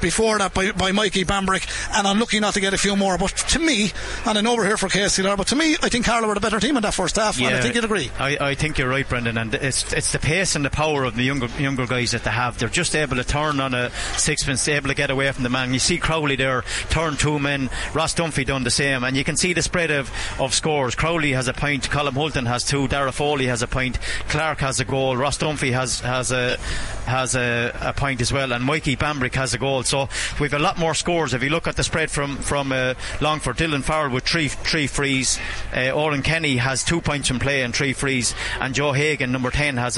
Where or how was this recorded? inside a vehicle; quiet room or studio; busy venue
busy venue